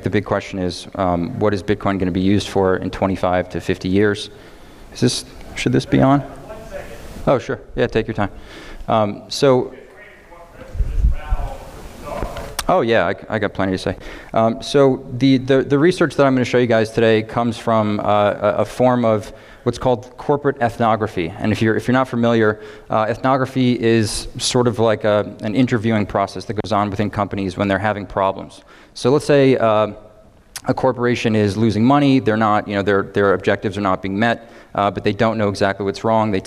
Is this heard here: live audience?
yes